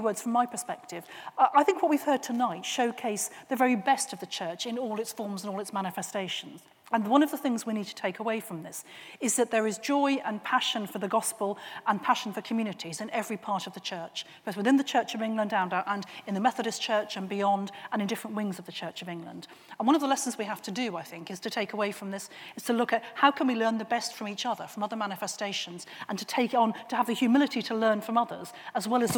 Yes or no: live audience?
yes